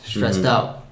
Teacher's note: So that last D sound hooks to the out, stressed out.